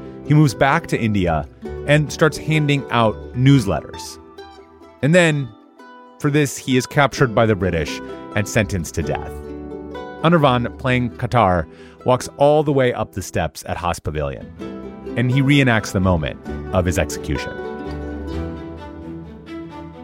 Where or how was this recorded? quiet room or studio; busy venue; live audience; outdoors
outdoors